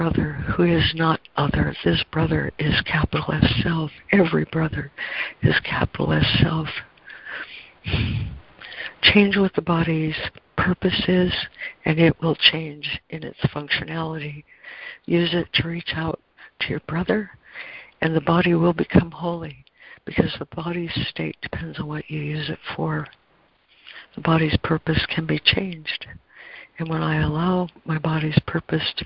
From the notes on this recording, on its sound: ACIM Daily Conference Call